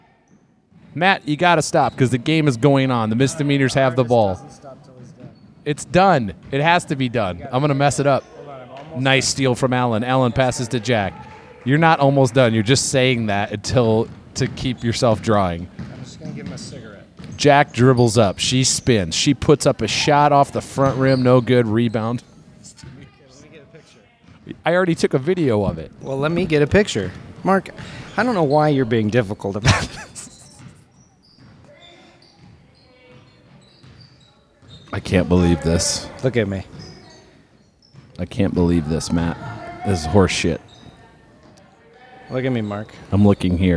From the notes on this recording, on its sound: at North Weddington Auditorium